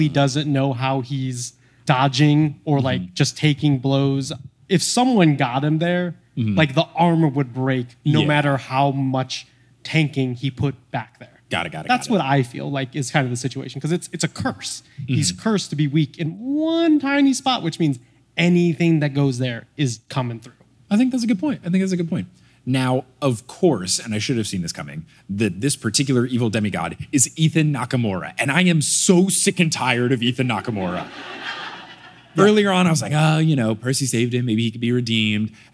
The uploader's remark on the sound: LIVE in Cleveland!